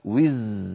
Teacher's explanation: الزاي زمانها أطول من العين